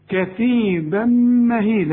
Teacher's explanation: التنوين اللي بعده ميم، ادغام كامل بغنة، علامة انه يكون ادغام كامل ان الميم او النون عليهم شدة، كثيبا مهيلة، وكلمة مهيلة كلها حروف مرققة.